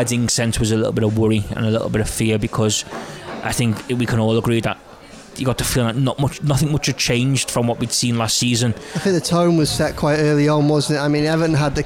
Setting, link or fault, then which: setting, busy venue